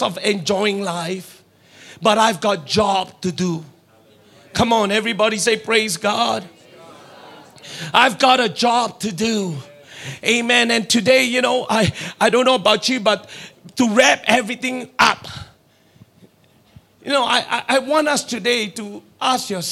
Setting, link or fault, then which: setting, live audience